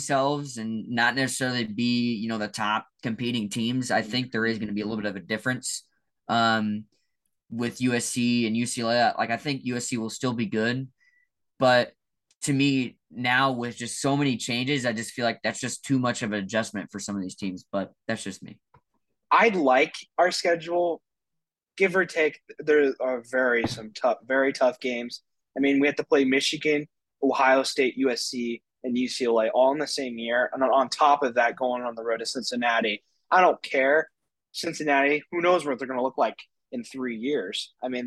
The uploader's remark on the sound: Hop on a zoom call.